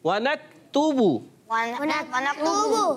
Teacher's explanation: हरकात को बगैर खेचे बगैर झटका दिए मारूफ अदा करते हैं, होंठों को गोल करके अदा करेंगे